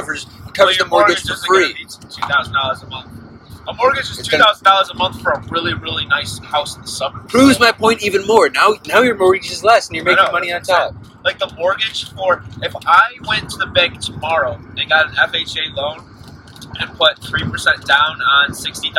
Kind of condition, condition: setting, inside a vehicle